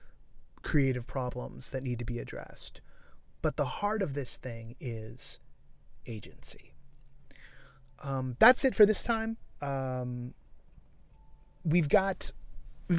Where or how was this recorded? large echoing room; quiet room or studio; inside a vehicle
inside a vehicle